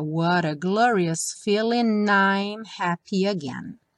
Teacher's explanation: Na música, ele junta o feeling com o I'm.